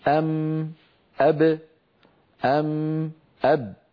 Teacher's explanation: الميم والباء خرجتا بانطباق الشفتين على بعضهما